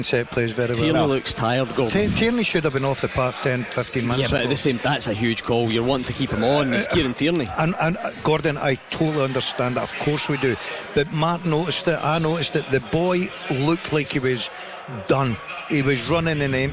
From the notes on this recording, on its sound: live from Scotland HQ at Drygate Brewery